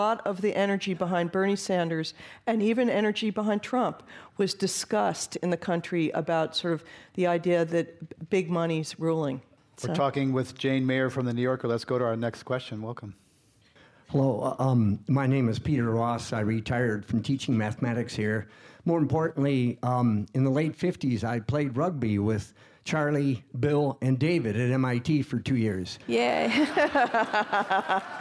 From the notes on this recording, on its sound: This program was recorded in front of a live audience at the Louis B. Mayer Theatre at Santa Clara University on April 4, 2017.